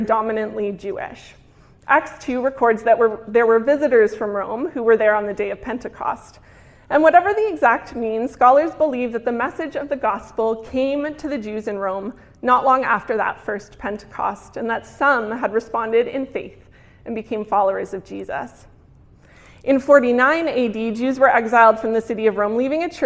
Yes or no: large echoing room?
yes